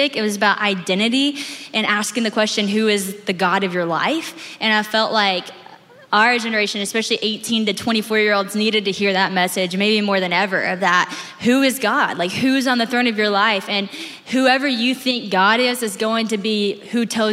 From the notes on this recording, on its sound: This conversation was recorded live at The Grove, a gathering for the women of Atlanta, Georgia, now in its ninth year.